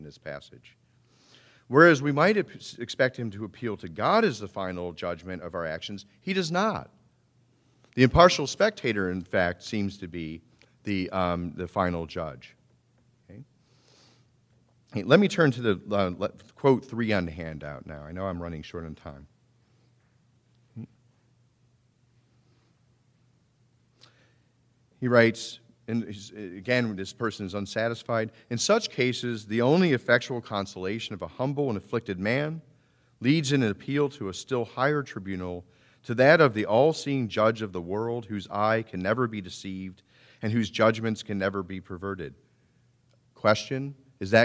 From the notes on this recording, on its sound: Recording of a lecture delivered on January 10, 2014. As part of the Formal Lecture Series.